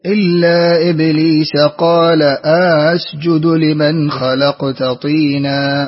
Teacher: له تسهيل الهمزة الثانية مع الإدخال، مع إدخال ألف بين الهمزة الأولى المحققة والهمزة الثانية المسهلة